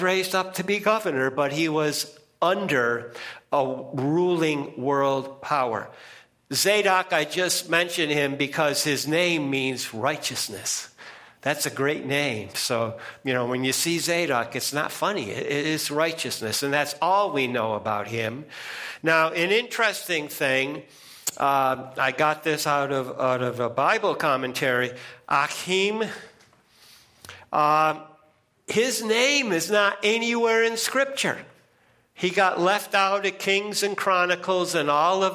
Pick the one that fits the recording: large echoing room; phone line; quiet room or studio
large echoing room